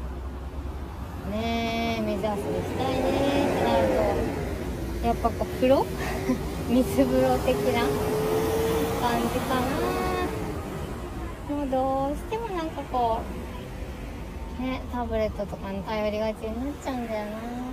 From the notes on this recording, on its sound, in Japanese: 自転車乗りながら最近の悩みを吐き出す。チャリこぎながら最近の悩みについて話しています。暑い。